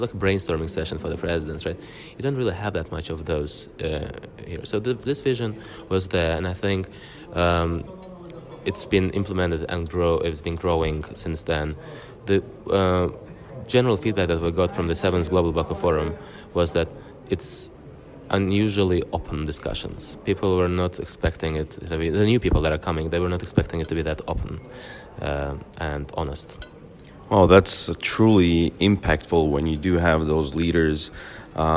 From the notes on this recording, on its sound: Today we are coming to you from Baku, Azerbaijan, with the first of the two special episodes recorded during the 7th Global Baku Forum.